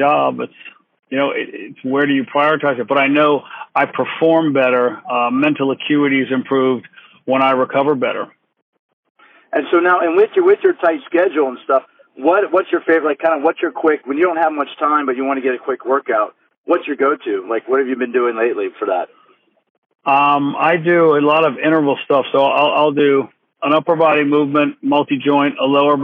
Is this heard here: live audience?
no